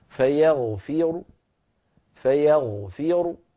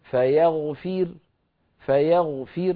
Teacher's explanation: فأقف براء مضمومة ولكن صوتها منخفض ومفخمة · Shown in: first take